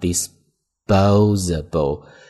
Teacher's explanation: 那 s 后面的 p 会读 b，因为这是一个清辅音浊化